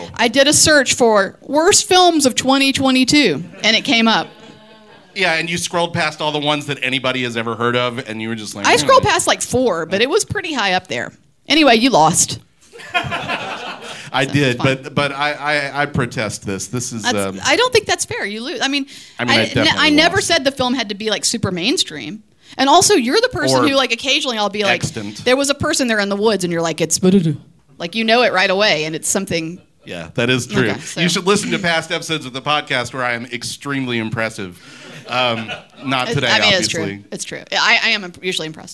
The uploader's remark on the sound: LIVE at the 2023 Sidewalk Film Festival. Recorded Live by Boutwell Studios.